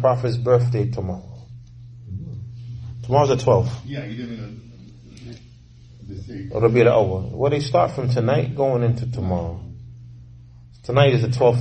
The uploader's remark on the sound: Lecture given at Masjid Nur Allah, Queens, NY